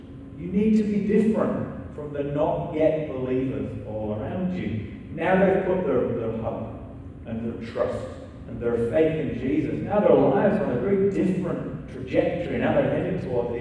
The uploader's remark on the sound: still with sound issues for the recording